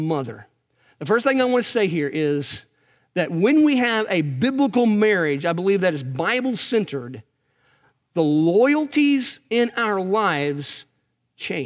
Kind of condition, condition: setting, large echoing room